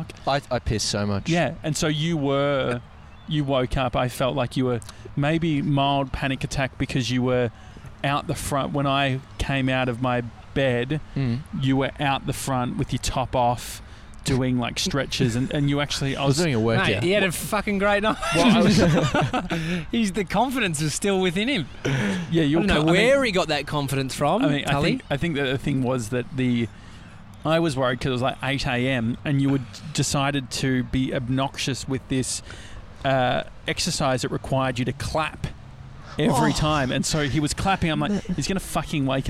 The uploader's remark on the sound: We’re live from Laguna beach!